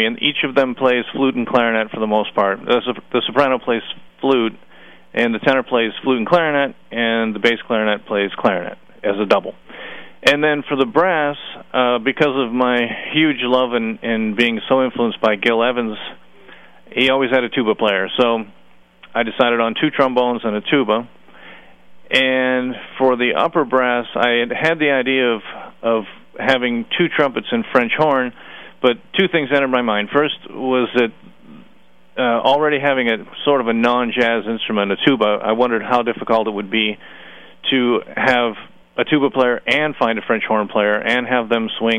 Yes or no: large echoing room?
no